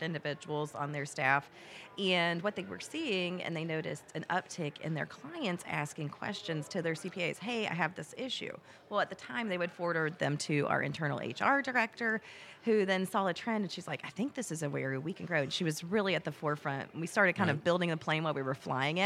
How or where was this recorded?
busy venue